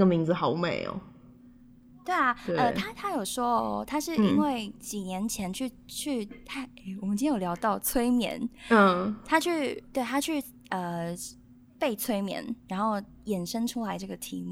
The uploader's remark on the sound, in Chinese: 直播節目會有一些現場音或不可抗力干擾。